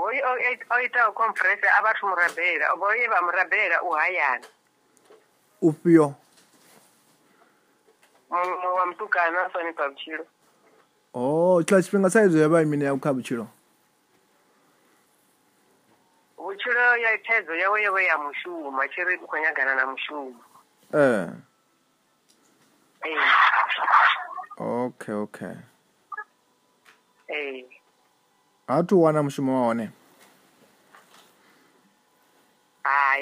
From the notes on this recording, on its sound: healing over the phone